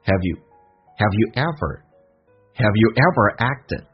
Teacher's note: have you 不被强调，第一个 have 说成 her， you 可以说成也，也可以说成 you，用降调来发